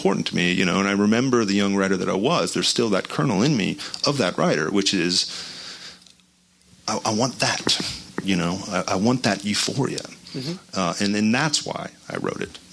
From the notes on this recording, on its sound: Recorded at Book Soup in Los Angeles on March 10, 2017.